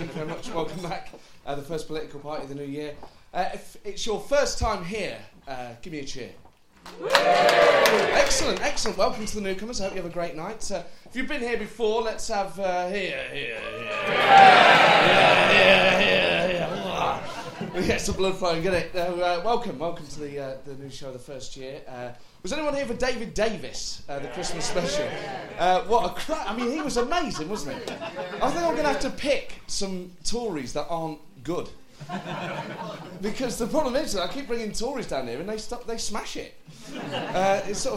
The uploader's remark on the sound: Recorded live at the St James Theatre.